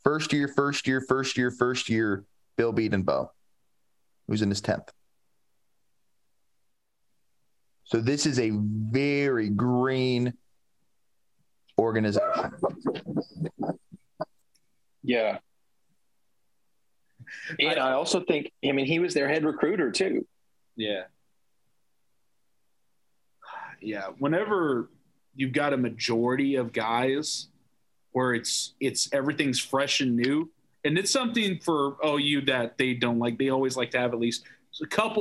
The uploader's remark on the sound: This is our first podcast via Zoom.